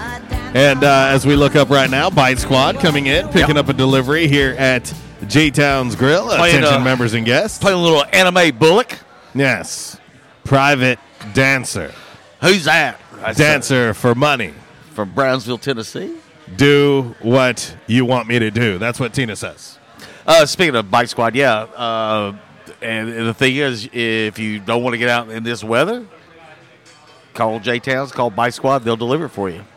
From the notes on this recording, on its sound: LIVE from JTown's Grill!